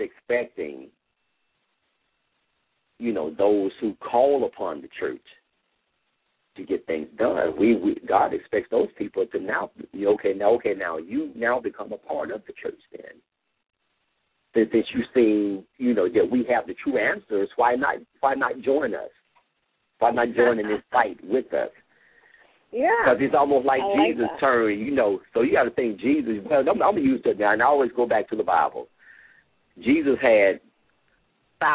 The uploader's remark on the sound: LML uses a progressive live call in format.